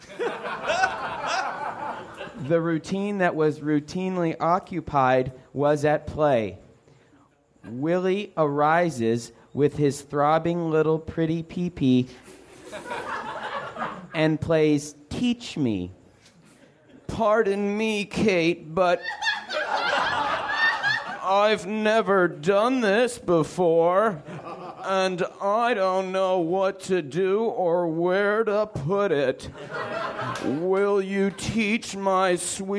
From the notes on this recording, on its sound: Recorded at Nerdmelt Theater, Oct 16 2013.